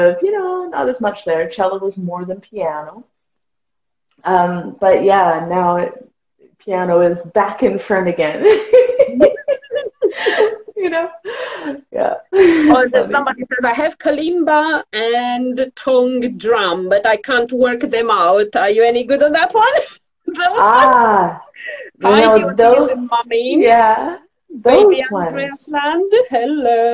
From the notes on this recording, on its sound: originally from an Instagram Live session on Sing Create Play